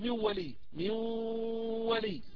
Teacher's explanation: هذا الصوت نصفه واو ونصفه غنة · Term: إدغام ناقص